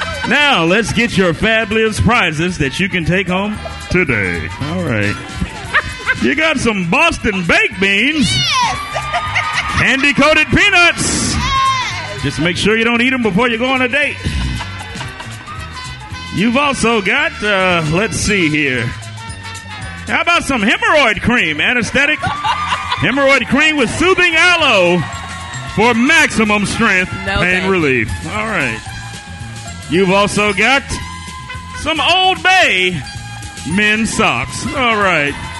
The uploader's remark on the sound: The whole RSMS crew is broadcasting live from The Stardome in Birmingham, AL for The Magic City Classic, Alabama A&m vs Alabama State.